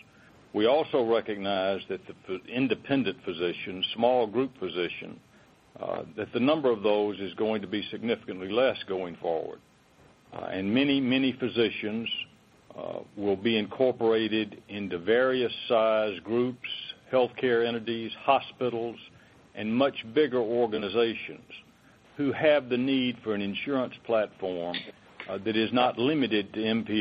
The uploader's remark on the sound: ProAssurance Corporation To Acquire Eastern Insurance Holdings Conference Call.